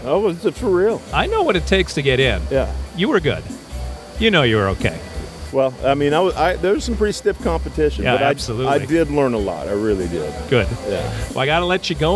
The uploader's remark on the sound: That's how I'll upload the audio from interviews conducted at the video recording. Pardon the background noise--there was a LOT going on in the production studio during the event!